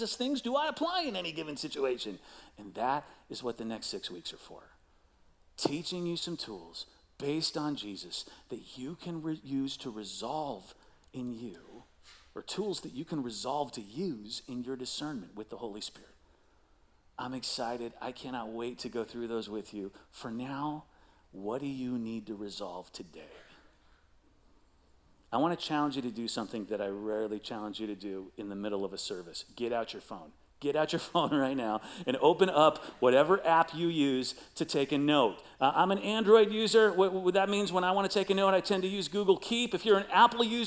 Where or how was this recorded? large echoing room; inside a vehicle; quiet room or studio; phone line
large echoing room